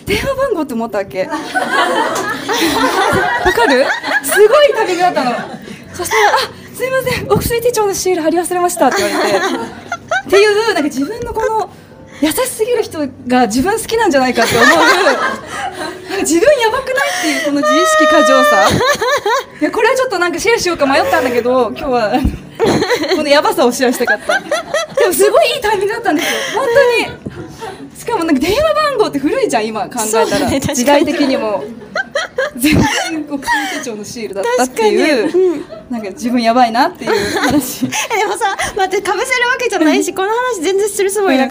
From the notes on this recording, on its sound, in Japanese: 今回は2人とも日本に一時帰国ということで。旅アスのミートアップで一部公開収録しました。